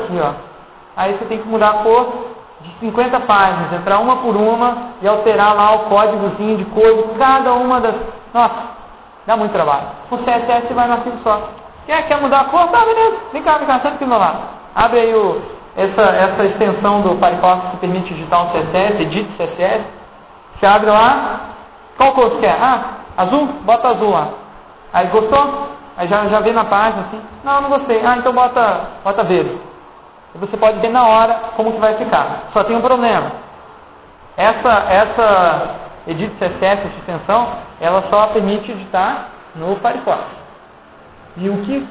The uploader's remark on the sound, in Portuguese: Para quem não estava no evento, segue o áudio da palestra que pode ser escutado junto com os slides.